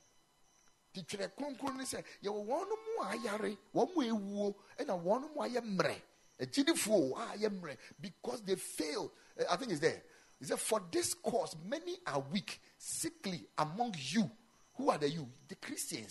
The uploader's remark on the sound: Preached at the Ekklesia Chapel